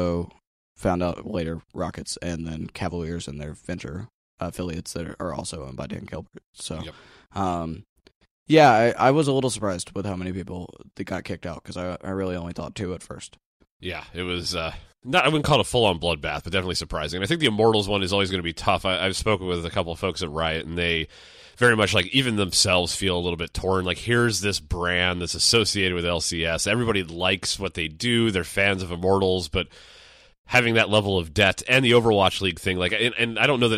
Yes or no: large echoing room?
no